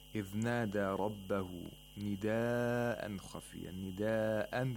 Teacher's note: Nida'an, this is matul muttasil. This is conjunct lengthening. It's different from matul munfasil. You have to lengthen it to 4 or 5 vowel counts.